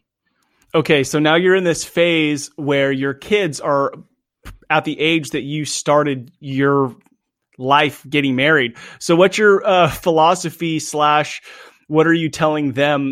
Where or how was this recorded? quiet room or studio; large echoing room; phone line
quiet room or studio